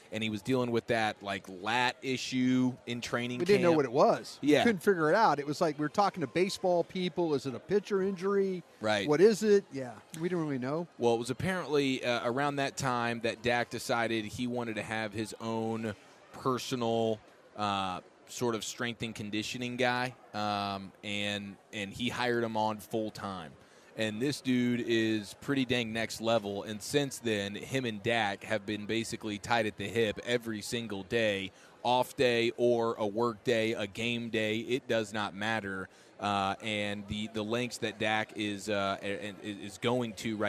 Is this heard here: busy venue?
yes